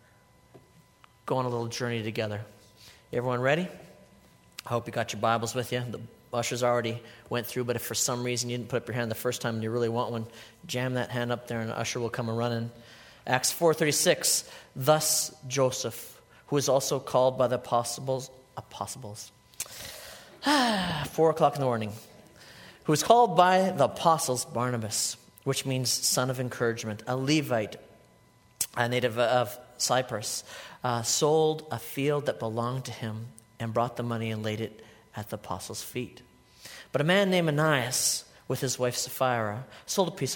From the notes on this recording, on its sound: a sermon I delivered at Life Church